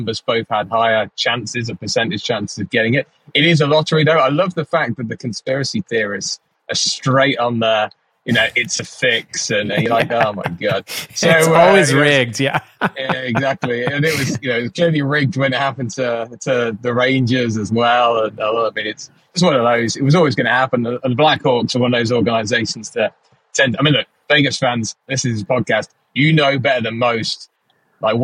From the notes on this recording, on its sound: The guys do a car cast. Live from the road!